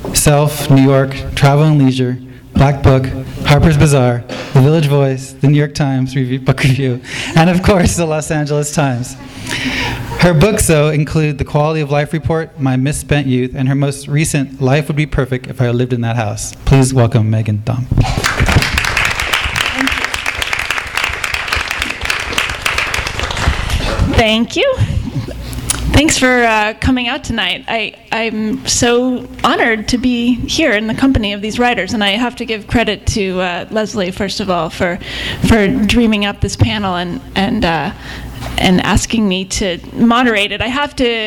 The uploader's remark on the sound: In a panel discussion. THIS EVENT WAS RECORDED LIVE AT SKYLIGHT BOOKS JULY 6, 2011.